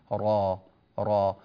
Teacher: ولذلك الراء على سبيل المثال لما نقول را را، أقصى اللسان لا يرتفع فيها كما يرتفع في بقية حروف الاستعلاء · Term: حرفا مستفلا